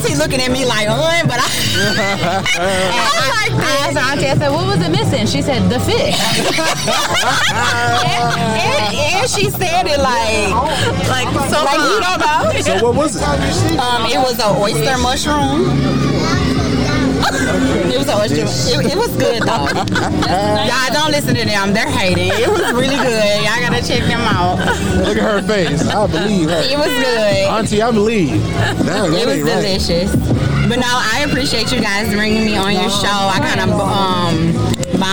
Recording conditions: busy venue